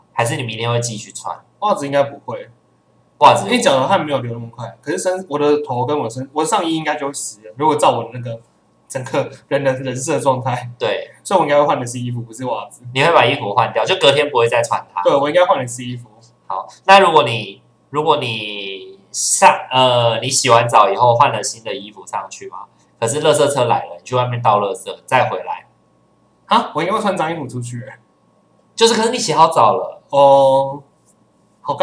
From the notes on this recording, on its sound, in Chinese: 本週因設定問題導致音質單薄